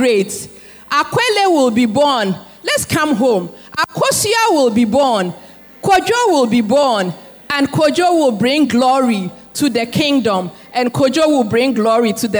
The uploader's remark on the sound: Sermon preached at CBC Adabraka Campus